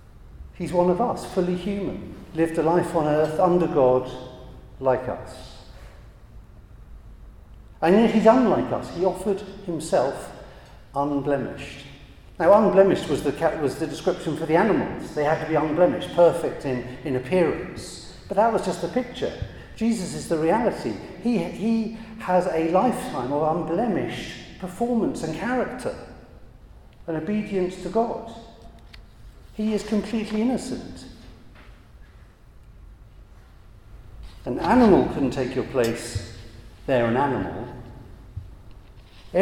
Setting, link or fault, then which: setting, large echoing room